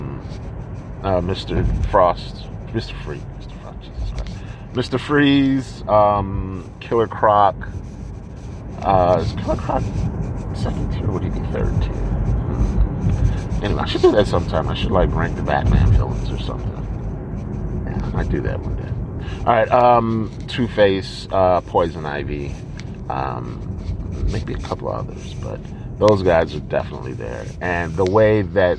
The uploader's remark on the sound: Warning: there’s a constant scratching noise throughout the episode and you may want to skip it.